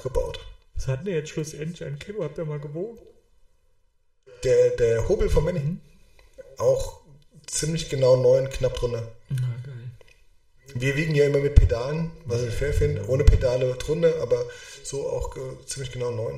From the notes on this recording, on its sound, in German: Ton leider mit etwas Hall.